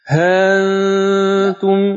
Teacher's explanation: هانتم هتسهل دون ألف من غير ألف